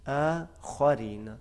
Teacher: خا کو موٹا کرنا ہے، آ کو موٹا نہیں کرنا ہے